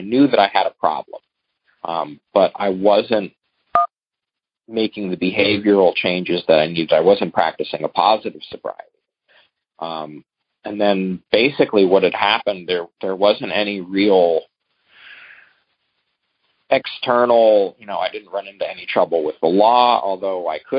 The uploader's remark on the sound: Monday Noon Phone Speakers Series